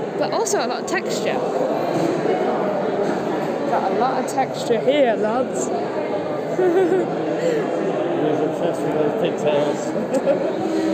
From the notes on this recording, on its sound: Recorded at the Art Space at 42 Yet Kieu Street